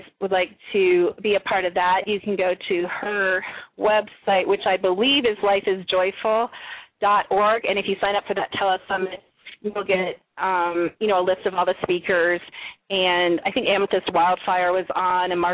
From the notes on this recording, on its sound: We will be taking LIVE callers